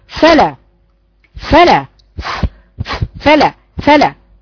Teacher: الفاء اجيب فيها همس، يعني بالاصطلاح جريان نفس